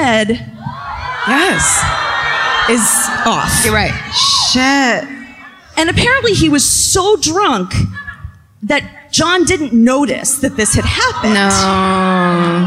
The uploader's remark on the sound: Live at My Favorite Weekend in Santa Barbara. Recorded live at the Arlington Theatre.